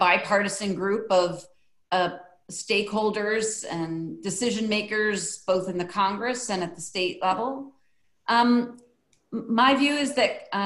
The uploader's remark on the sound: Today’s episode was previously recorded as an invitation-only webinar co-hosted by Adamantine Energy and the Environmental Defense Fund (EDF).